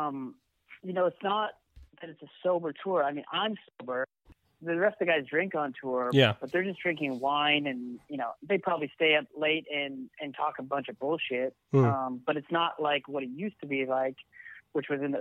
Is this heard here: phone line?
yes